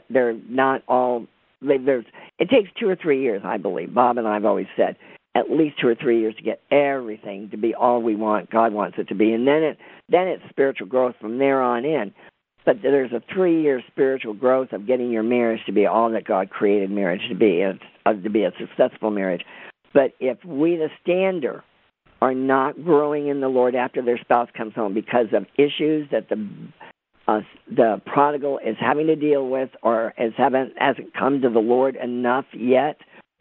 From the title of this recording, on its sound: CONFERENCE CALL